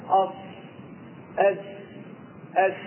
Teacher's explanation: هنخرجها من طرف اللسان ومن فوق الثنايا السفلى اللي هي الاسنان اللي تحت، او فوق الاسنان العليا اللي هي اللي فوق، او بين العليا والسفلى، واحد المؤدى واحد. · Term: أحرف الصفير